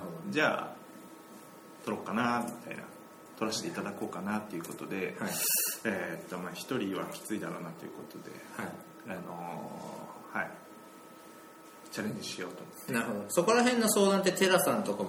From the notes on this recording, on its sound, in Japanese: 今回は初のランチ収録